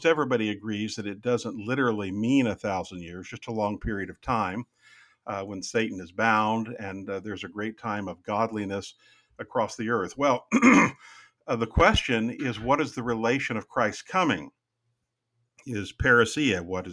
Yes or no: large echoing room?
no